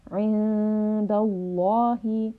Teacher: So we have dal with a fatha. The lam in the name of ism jalala, or the name of Allah, will be heavy.